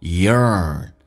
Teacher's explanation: 重度卷舌 y 加个 r，然后有个鼻音